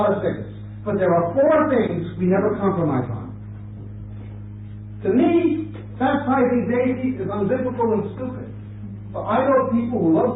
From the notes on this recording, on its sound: We apologize for the sound quality of this recording.